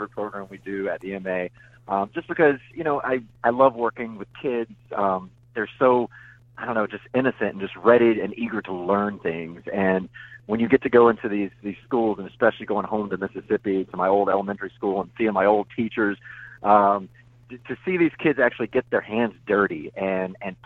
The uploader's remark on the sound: We hopped on the phone